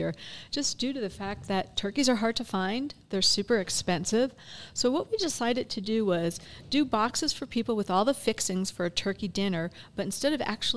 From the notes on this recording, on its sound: we are back at Tucanos Station Park in Farmington for a podcast and soda social